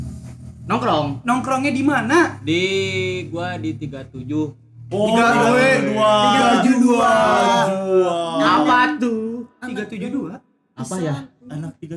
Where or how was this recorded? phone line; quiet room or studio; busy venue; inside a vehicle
busy venue